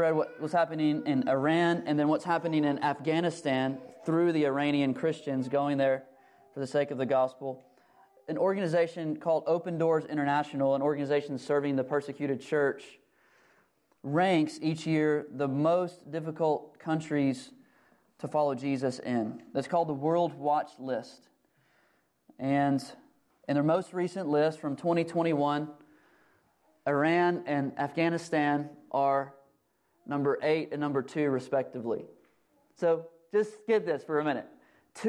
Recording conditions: large echoing room